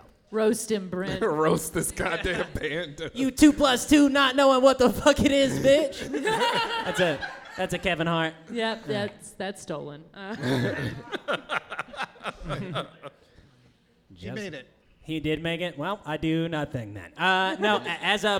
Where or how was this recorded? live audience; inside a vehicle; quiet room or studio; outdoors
live audience